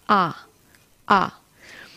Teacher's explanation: Głoska A jest najniższą głoską w języku polskim. Jest bardzo nisko język · Term: głoski A